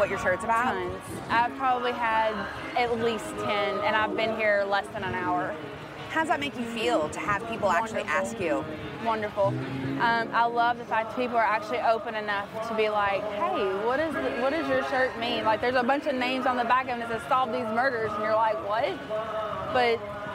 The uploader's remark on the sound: Live Update from the Kentucky Bourbon Festival